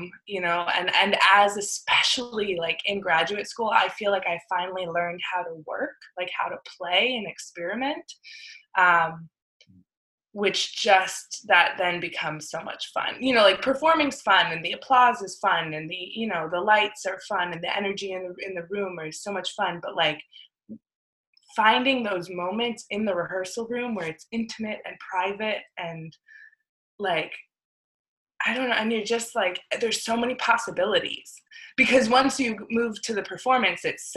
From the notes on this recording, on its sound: This episode we Zoom-ed up